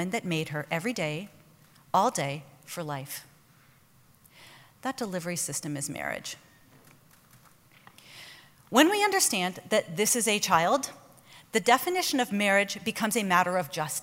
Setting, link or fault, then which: setting, live audience